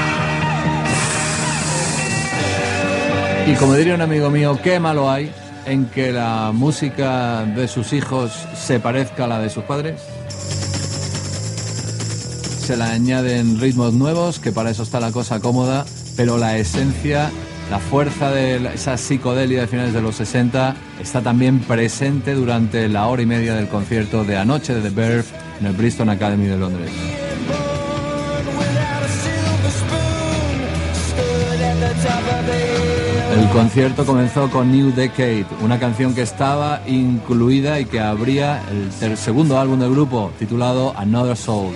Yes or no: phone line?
yes